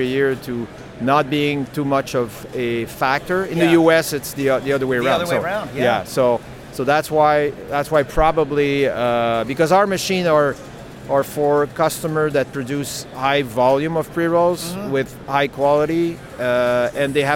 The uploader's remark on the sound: interview recorded on-site at the CWCBExpo